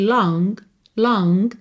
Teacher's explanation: A palavra long termina em G. Esse G, às vezes aparece assim, só um pouquinho dele, um rastro dele.